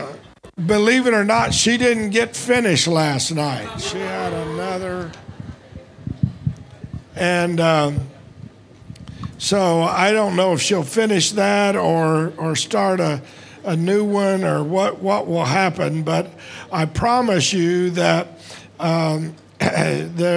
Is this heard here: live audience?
yes